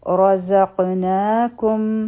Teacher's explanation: دلته کې به را غټه وایو، ز او قاف به وتړلی شي او په دې قاف باندې چې کوم سکون دی دا غوړندی دی، نو دا آواز به مونږ ته واپس راشي · Term: قلقله